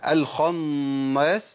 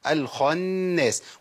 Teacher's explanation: تفخيم النون طبعا ما ينفعش لان النون عندي مرققه · Shown in: second take